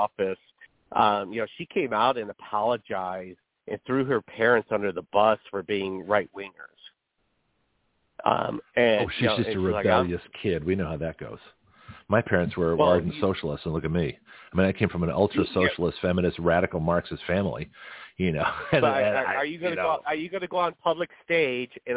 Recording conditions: phone line